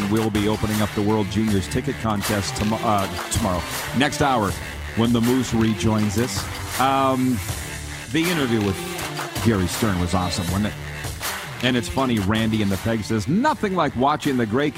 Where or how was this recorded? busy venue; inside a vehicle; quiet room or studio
busy venue